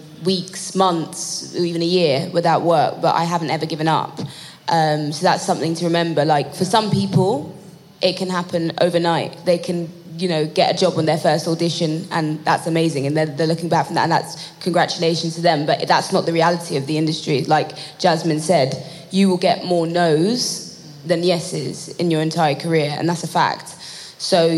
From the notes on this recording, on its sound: A live recording from Top Boy Live, a day of talks and workshops supporting the next generation of British talent in film, TV, music and beyond.